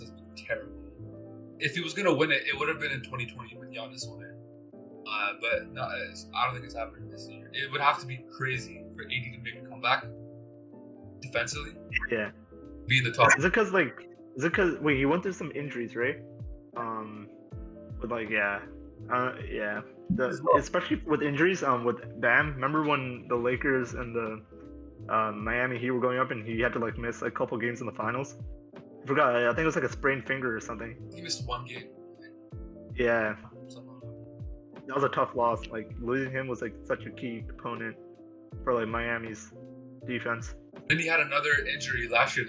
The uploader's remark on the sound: We also apologize for the poor sound quality